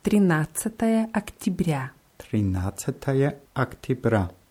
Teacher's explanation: hat Октябрь ein Ja in der Mitte, das wird aber wie ein I ausgesprochen, weil die Betonung auf dem letzten Ja ist.